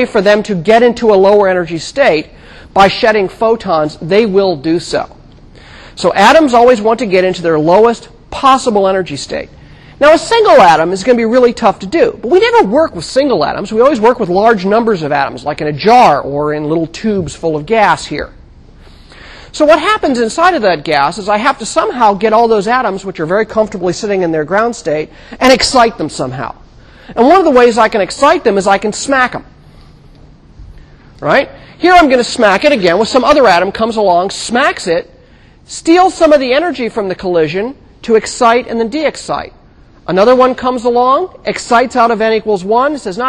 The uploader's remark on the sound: For podcast listeners, the last portion of the class is the demo, for which we do not unfortunately have the resources to videotape. In 1000 McPherson Lab on the Columbus campus of The Ohio State University.